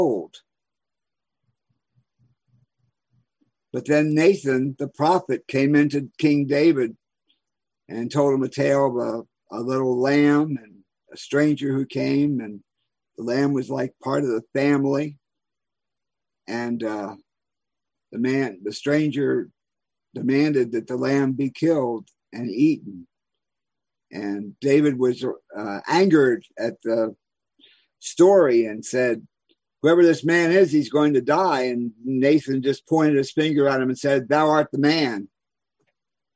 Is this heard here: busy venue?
no